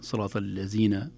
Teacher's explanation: صراط الزينة الذال تنطق زاي